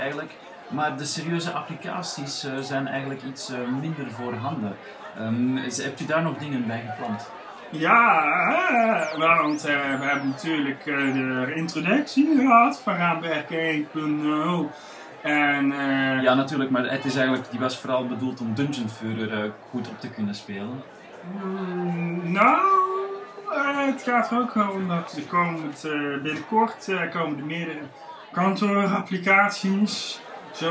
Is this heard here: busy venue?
yes